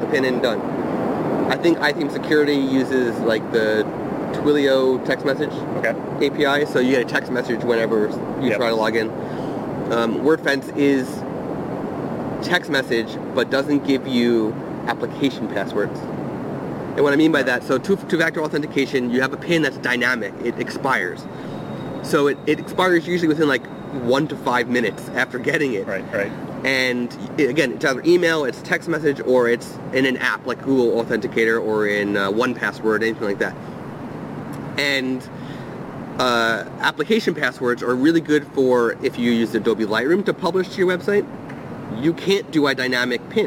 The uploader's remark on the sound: Live from Out of Chicago Photography Conference. This episode was recorded outside on a terrace within The Loop, so you will hear trains going by every so often.